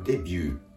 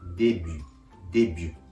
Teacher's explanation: 日本語ではデビューと伸ばすのに対して、フランス語の元々の単語はデビュー、デビューと伸ばしません